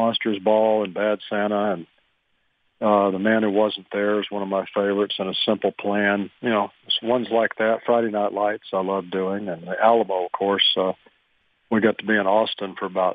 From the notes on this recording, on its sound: Called in to the Ben and Skin show.